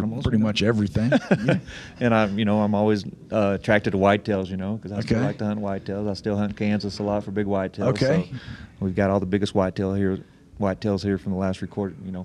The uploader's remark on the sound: Live from Panel. The boys take a few minutes away at Panel.